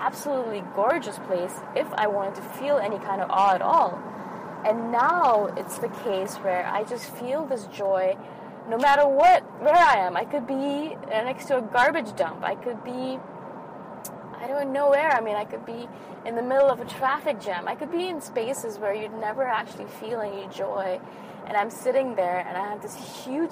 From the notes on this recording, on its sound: I recorded this episode in my car after a really amazing Yin Yoga class.